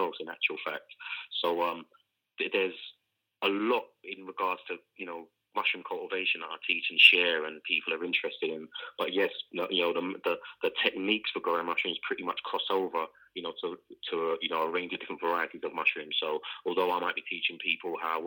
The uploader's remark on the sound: joined live on the line from Amsterdam